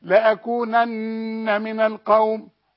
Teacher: والنون اللي عليها الشده لازم تغن عند الوقف وعند الوصل